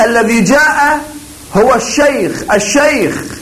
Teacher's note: نكرر الكلمة أو الجملة يتم التركيز دائما على الكلمة الثانية أو الجملة الثانية دائما